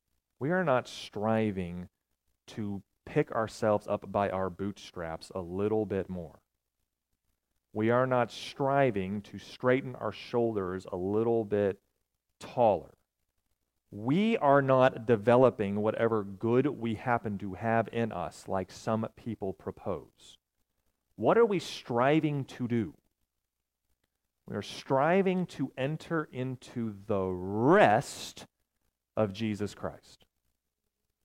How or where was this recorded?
large echoing room